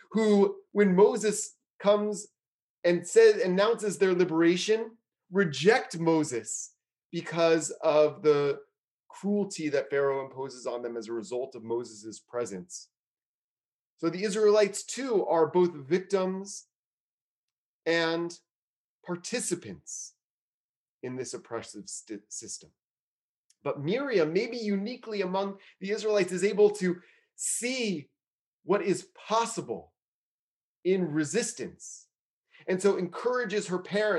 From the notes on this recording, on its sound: is recorded during virtual gatherings of Temple Beth-El in Richmond, Virginia